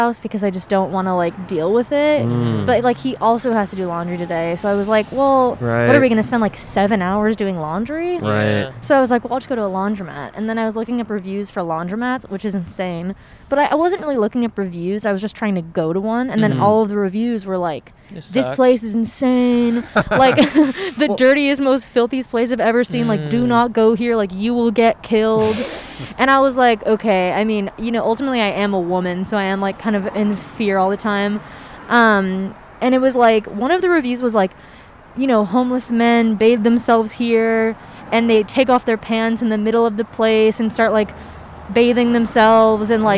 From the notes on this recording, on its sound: Recorded on 3/13/21 on Hollywood Blvd in Los Angeles.